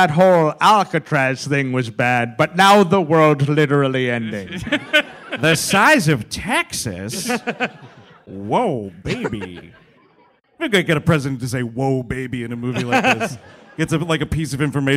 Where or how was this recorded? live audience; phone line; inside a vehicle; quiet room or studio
live audience